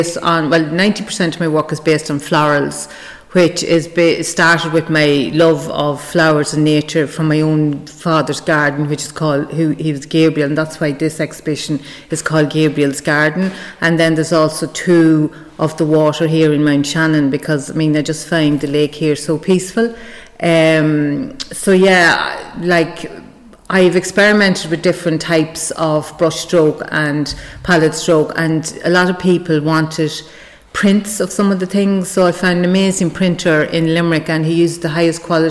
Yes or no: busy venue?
yes